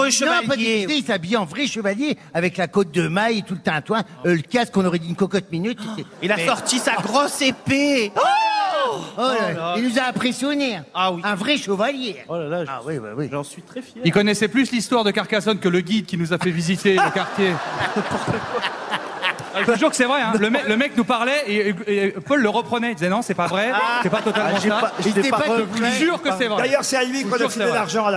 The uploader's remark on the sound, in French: PÉPITE - Les Grosses Têtes à Carcassonne pour la dernière de la saison. Les Grosses Têtes avaient rendez-vous au Festival de Carcassonne, dans le magnifique théâtre Jean-Deschamps de 3.000 places.